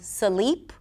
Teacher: the word sleep might be pronounced as sleep with a schwa in the middle · Term: breaking consonant clusters